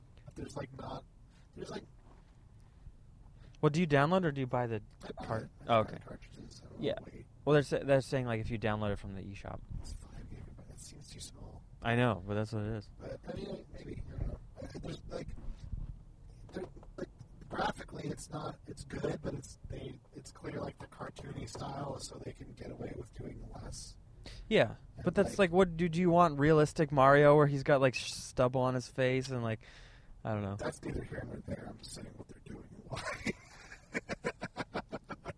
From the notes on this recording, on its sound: Just hang out and talk as they attempt driving to the San Francisco Punch Line. They did not make it, but they had fun.